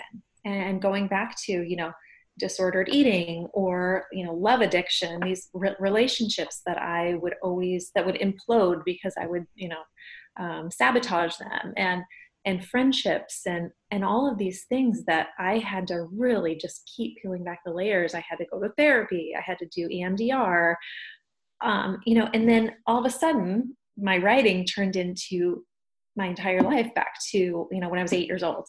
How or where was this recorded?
video call